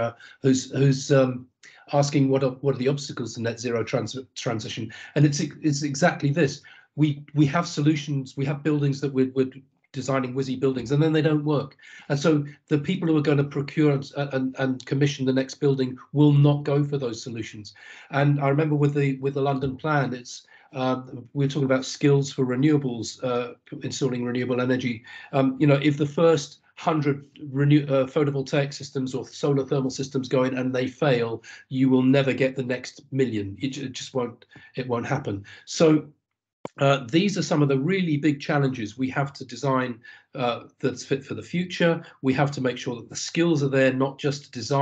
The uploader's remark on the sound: This recording is taken from a live Webinar